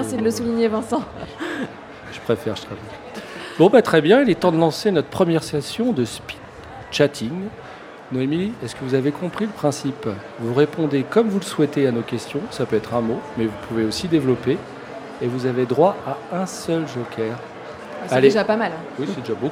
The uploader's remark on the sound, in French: Enregistré en direct de la Friche La Belle de Mai à Marseille. Pour la 1re édition du So good Festival. Ce sont pas moins de 5 invitées qui se succédent au micro.